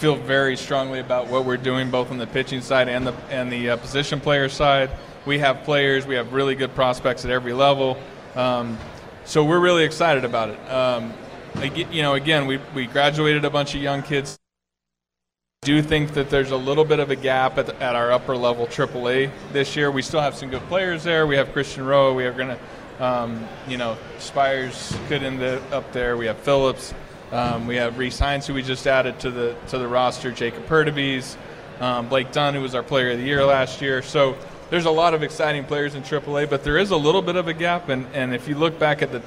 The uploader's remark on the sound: LIVE from Redsfest